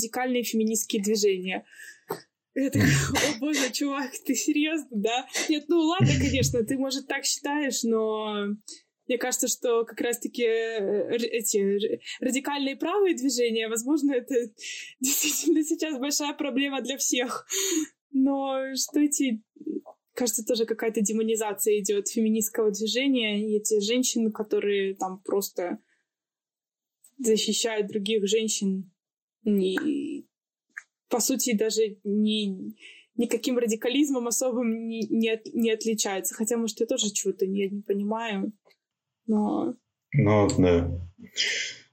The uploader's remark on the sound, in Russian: С нашей новой гостьей мы записывались удаленно, находясь на самоизоляции и в режиме повышенной готовности.